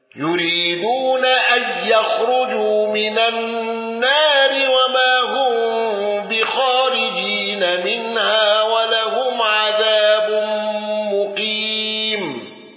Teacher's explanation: خلف عن حمزة بترك الغنة